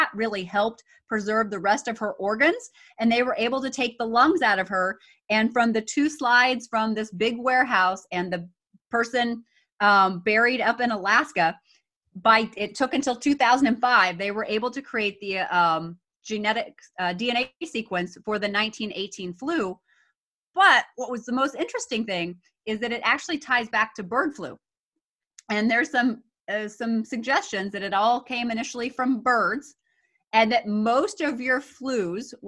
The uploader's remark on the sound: on Zoom